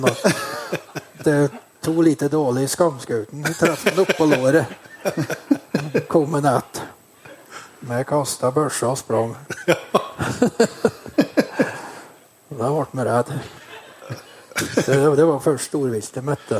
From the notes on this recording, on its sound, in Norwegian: Jakt og historier live fra Lierne. Denne gangen er det et opptak fra en livepodkast i Lierne i sommer, først har vi med en gjest som på ingen måte visste han skulle på scenen.